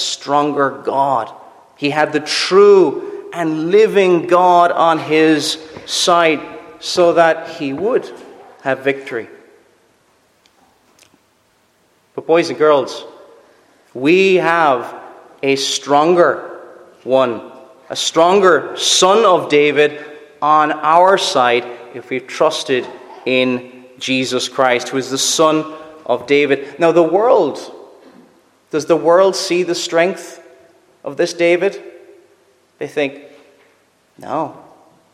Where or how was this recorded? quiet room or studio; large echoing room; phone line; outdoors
large echoing room